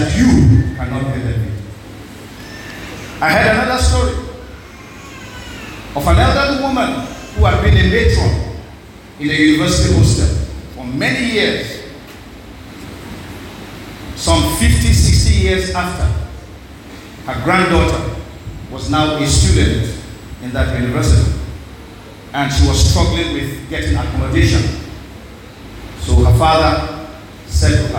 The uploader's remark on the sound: This message was preached at Our Saviour's Christ Army Church Cathedral in Okrika on December 9, 2023